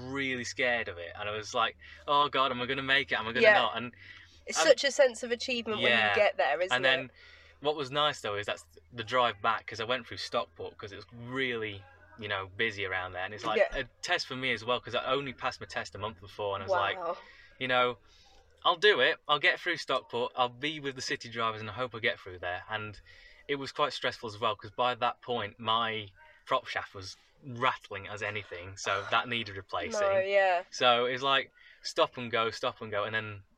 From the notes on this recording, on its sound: All recorded from my 1968 Morris Minor, Peggy.